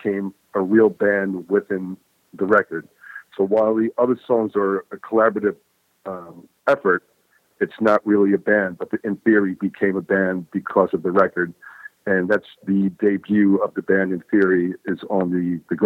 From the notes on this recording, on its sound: The guys called